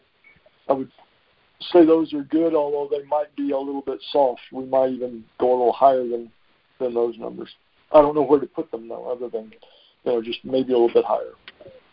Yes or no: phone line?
yes